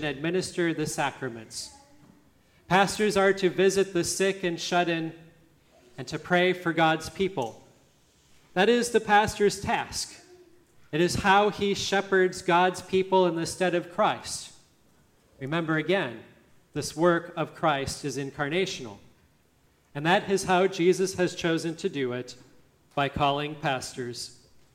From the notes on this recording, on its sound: listening to the service at Grace Lutheran Church, Lexington, MO